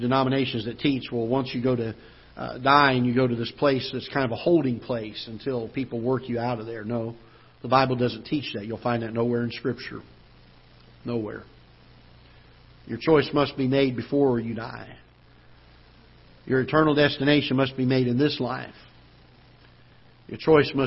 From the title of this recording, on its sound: Ketha Heights Baptist Church ~ Live Broadcast